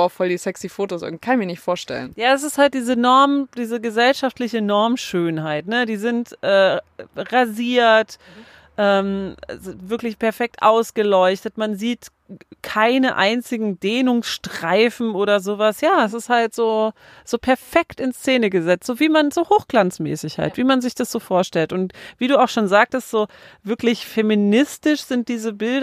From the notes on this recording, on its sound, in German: Die Folge ist mal wieder „on the road“ entstanden. Deswegen der entspannende Autosound im Hintergrund.